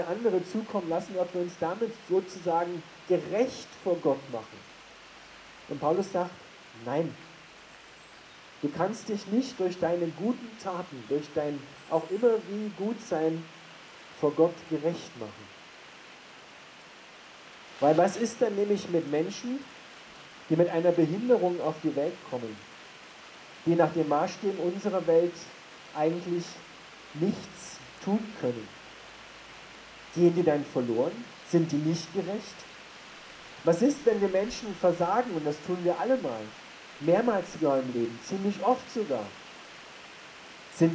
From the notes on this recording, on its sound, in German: Das Rauschen im Hintergrund ist keine schlechte Aufnahme, sondern die Predigt wurde bei strömenden Regen am Hauptplatz in Bad Tatzmannsdorf unter dem Dach der Bühne gehalten.